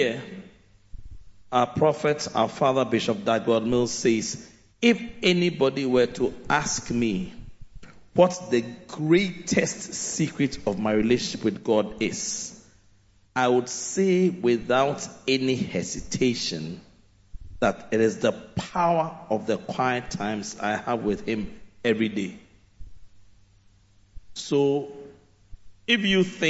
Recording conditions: large echoing room